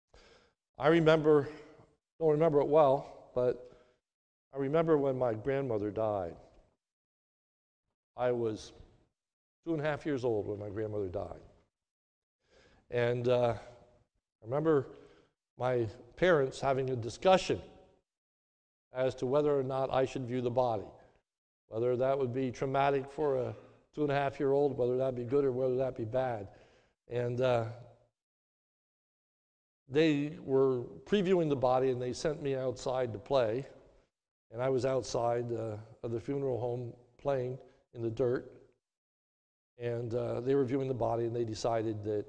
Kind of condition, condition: setting, large echoing room